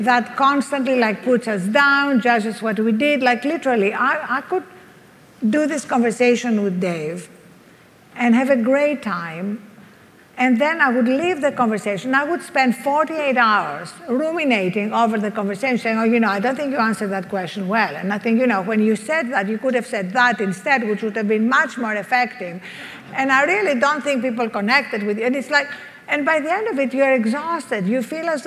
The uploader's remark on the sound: Fireside chat. At the Upgrade Labs 6th Annual Biohacking Conference.